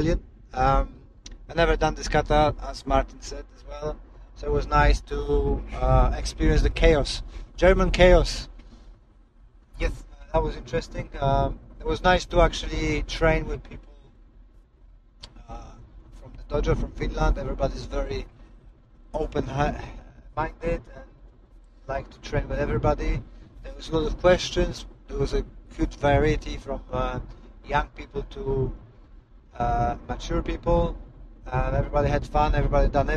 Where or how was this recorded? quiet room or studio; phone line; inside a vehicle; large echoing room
inside a vehicle